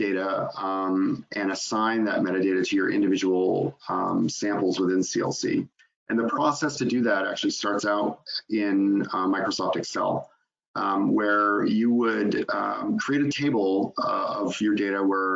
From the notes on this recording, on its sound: In this live webinar.